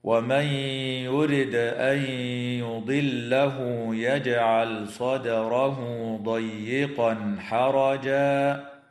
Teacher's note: تدغم النون الساكنة في الياء مع الغنة في قوله تعالى ومن يرد أن يضله